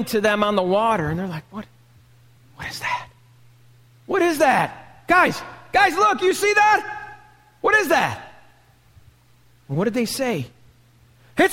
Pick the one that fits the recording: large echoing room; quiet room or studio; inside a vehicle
large echoing room